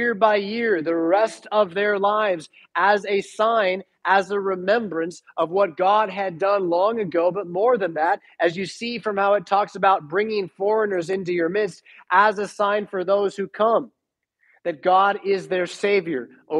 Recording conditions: large echoing room